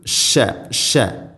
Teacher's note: ഷീൻ ഉച്ചരിക്കുമ്പോഴും ഷീൻ തഫഷി എന്നുള്ളൊരു സിഫത്തുണ്ട്, പരത്തി ഉച്ചരിക്കണം.